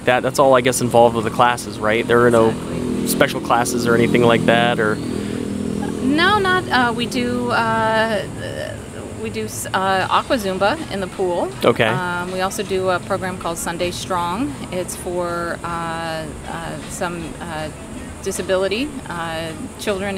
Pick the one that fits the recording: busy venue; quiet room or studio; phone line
busy venue